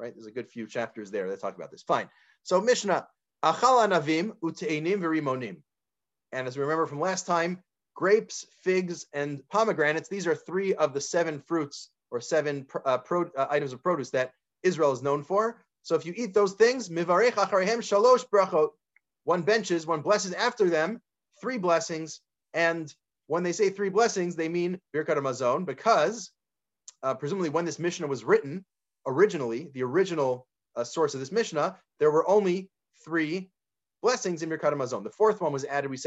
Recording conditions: video call